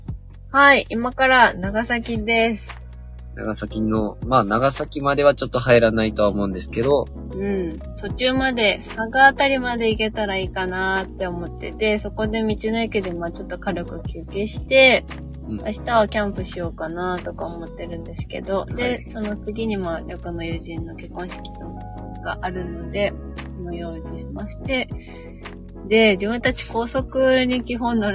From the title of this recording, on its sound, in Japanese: 移動中車内からゆるりとお届け